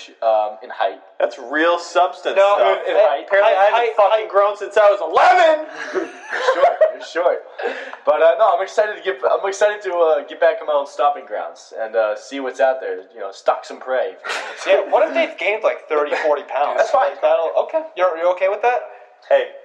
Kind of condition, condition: fault, poor sound quality